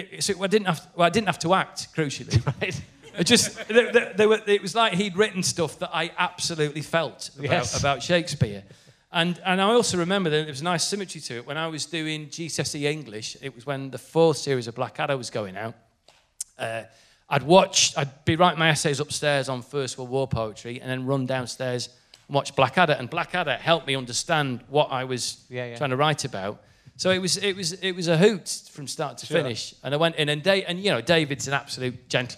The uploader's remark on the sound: RHLSTP is back at the Long Division Festival in Wakefield for the second week running.